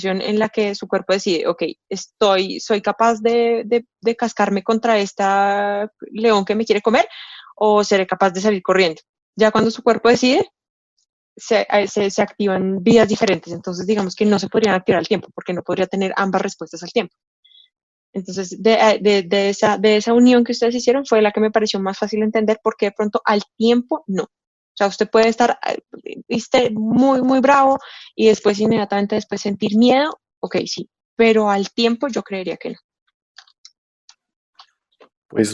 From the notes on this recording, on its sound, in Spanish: Episodio grabado el 25 de junio de 2020 en línea, desde Bogotá - Colombia y Gante - Bélgica.